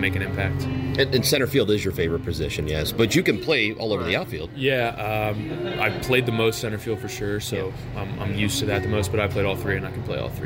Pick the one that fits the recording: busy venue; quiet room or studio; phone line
busy venue